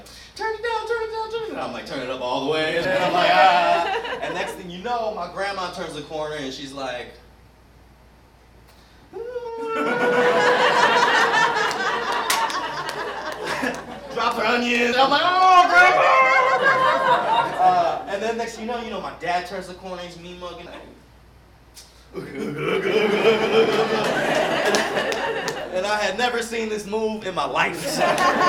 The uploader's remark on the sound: performs live at Storyfort 2017.